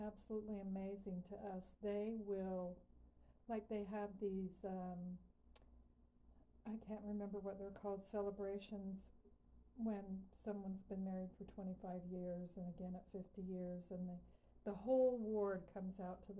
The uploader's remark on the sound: QUIET AUDIO ISSUES